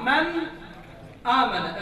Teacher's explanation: النون واضح في المخرج الطرف اللسان مبين · Term: بالاظهار